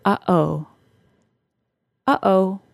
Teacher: The glottal stop is the sound in the middle of the word uh-oh. It is kind of a non-sound sound.